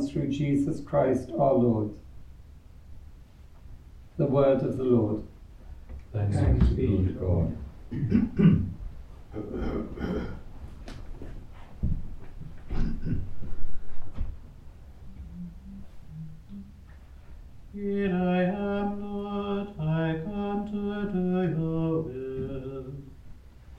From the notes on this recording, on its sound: Recorded live at Southgate House on 24 October 2023.